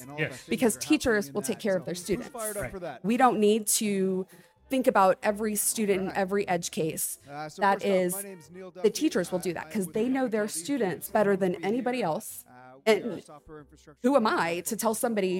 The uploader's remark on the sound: This special podcast series previously hosted LIVE from the EsportsNext 2023 conference.